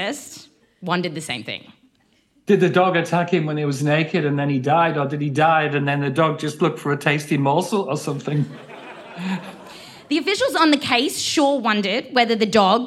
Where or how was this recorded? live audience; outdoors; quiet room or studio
live audience